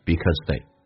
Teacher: Because 跟 they 用降调来读